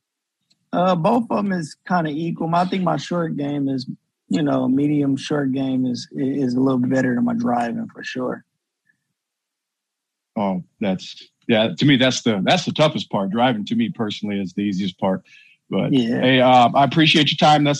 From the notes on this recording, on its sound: Virtual Press Conference.